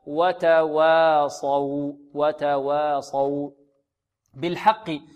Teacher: الواو التي قبل الصاد مرققة والواو التي بعد الصاد مرققة، والصاد بحروف التفخيم ننطق هكذا وتواصوا وتواصوا بالحق.